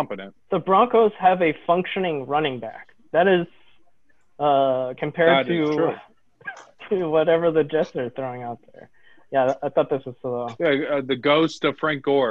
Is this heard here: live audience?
no